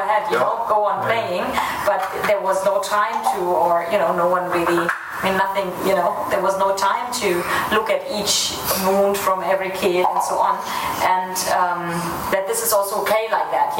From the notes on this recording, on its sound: Despite the less than optimal sound quality due to the lack of proper equipment, we couldn't pass up the opportunity to capture their wisdom while they were in town. We apologize for the imperfect audio.